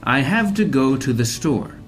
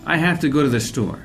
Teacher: But if I'm speaking more quickly and naturally, it sounds more like, I have to go to the store. Have becomes half, to becomes t, and the second to becomes the. · Shown in: second take